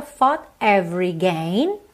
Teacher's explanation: percebe que eu fechei no T, consoante oclusiva